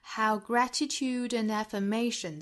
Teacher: 我们注意 affirmations 这个词呢，重音呢是在倒数第二个音节，也就是 may 这个音节上 mations。那么第一个音节 a 这个音节呢做次重读，所以节奏